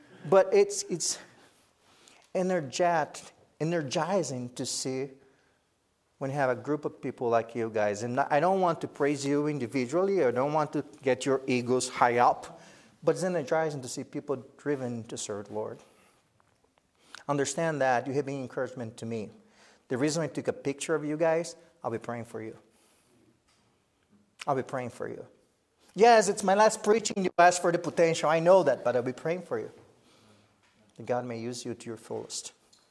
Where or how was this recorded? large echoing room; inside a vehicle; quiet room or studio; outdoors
large echoing room